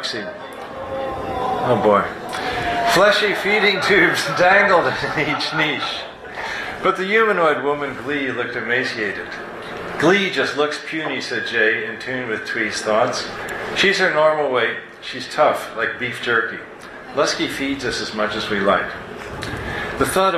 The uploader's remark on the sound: At Writers With Drinks, SF. On her live show, Writers With Drinks, at the Make-Out Room bar in San Francisco.